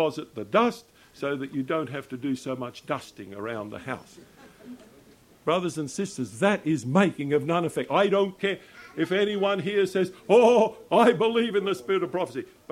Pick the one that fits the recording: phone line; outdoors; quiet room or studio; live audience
live audience